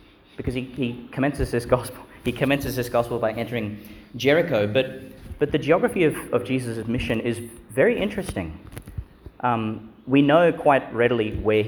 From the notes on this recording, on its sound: delivered at Our Lady Star of the Sea Church, Qld.